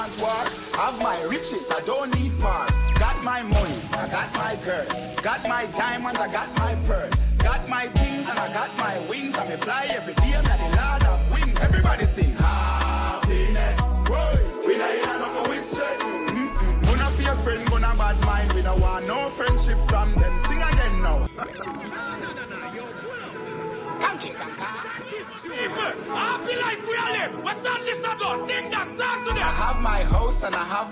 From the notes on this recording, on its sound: Live audio for last night at ribbiz!